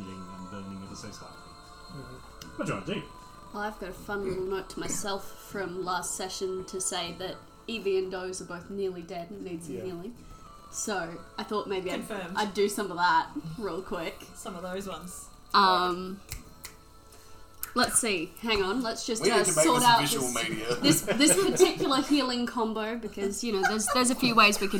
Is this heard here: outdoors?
no